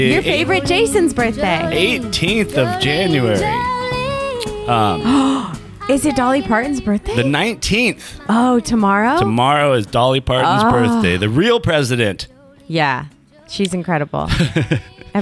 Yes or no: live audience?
no